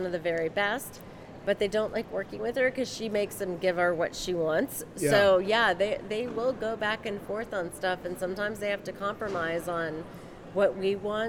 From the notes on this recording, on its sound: LIVE from CPE 2022!